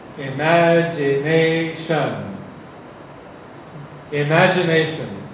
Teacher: There's a little bit more of an accent on the first syllable, which is not imaginación, because it's not Spanish.